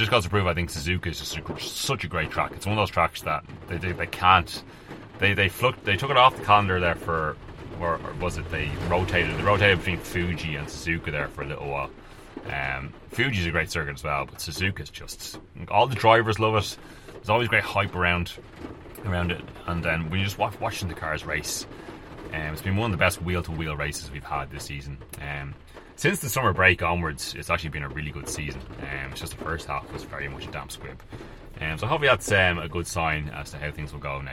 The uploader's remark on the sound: Live from the vaaannn in the middle of a storm.